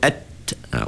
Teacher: Ujung lidah sentuh pangkal gigi kan. · Term: huruf ta